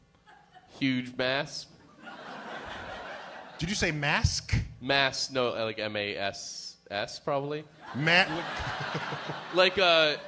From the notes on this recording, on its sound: our live show at the Bell House in Brooklyn